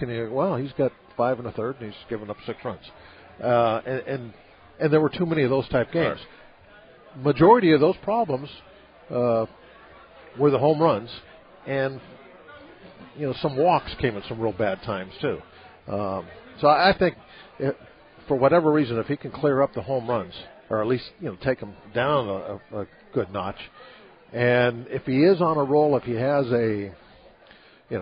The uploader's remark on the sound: LIVE from PiratesFest Saturday morning at PNC Park